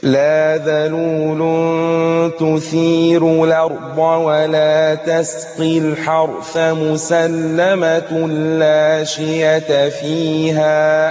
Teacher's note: أنت وصلت رققت الراء وصلا وعملت النقل في الأرض